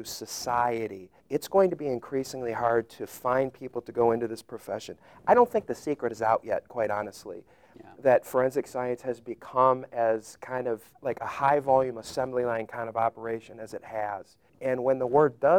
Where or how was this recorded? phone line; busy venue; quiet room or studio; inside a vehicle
busy venue